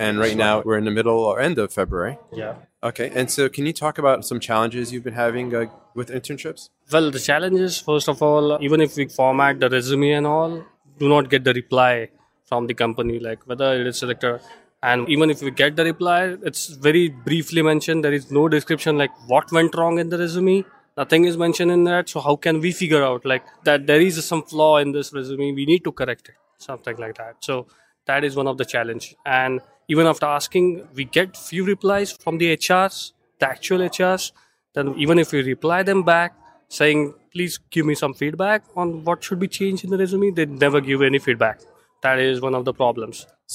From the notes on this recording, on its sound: This was recorded at RSA Conference 2020.